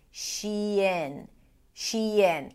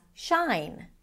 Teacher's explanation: So make sure you're shifting between the high E of the she to the lax I of the in · Shown in: first take